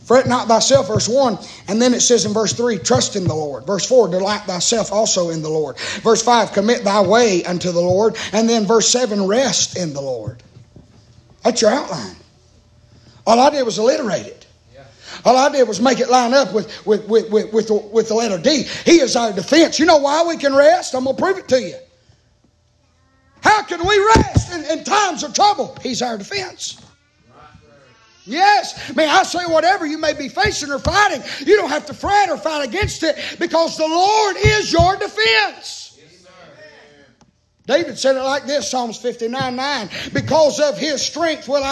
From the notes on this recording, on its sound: preaching live from Still Water Baptist Church